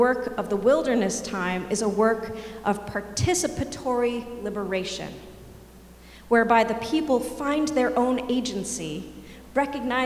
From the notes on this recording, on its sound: Sermons from Old South Church in Boston.